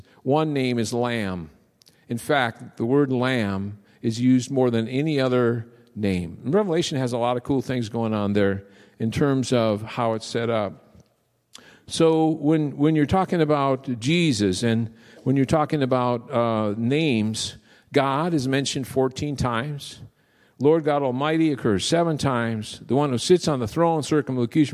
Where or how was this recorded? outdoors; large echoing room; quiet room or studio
large echoing room